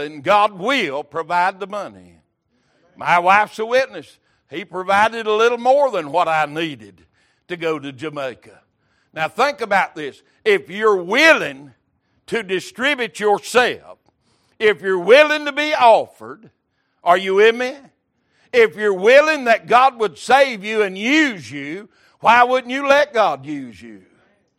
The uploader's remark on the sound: Recorded December 18, 2022 - Sunday Evening Service